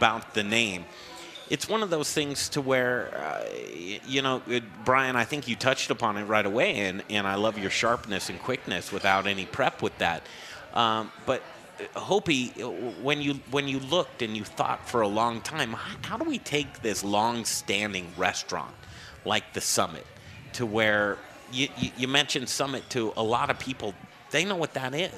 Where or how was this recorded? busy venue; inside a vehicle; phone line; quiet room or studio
busy venue